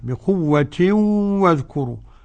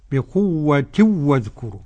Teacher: قرأ جميع القراء إدغاما بغنة · Shown in: first take · بقوة واذكروا، عدا خلف عن حمزة بقوة واذكروا.